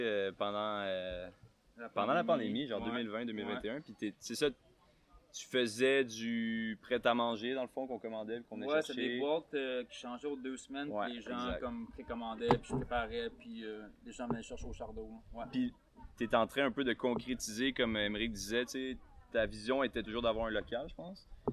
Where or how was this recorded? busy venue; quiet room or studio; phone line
busy venue